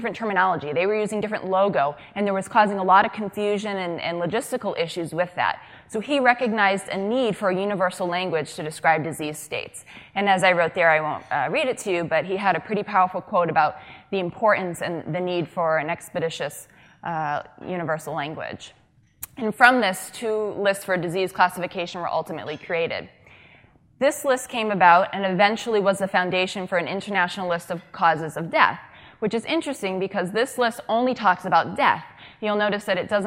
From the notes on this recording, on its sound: during the SDPA’s Annual Summer Dermatology Conference (2016) in Austin, Texas.